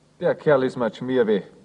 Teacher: In dem verächtlich gebrauchten Ausdruck schmierig tauschen wir das R gegen ein W aus.